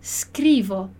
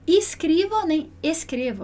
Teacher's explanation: E aí, toda vez que a gente tiver um S mudo, a gente tem que prestar atenção para não pronunciar um I ou um E antes · Shown in: first take